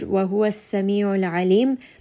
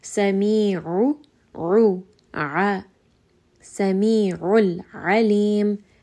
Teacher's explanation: ayn is going to be from the middle of the throat. We are going to make sure that we hear a little bit of that emphasis on the ayn, that there is a little bit of strangulation, a little bit of pressure on the middle of the throat.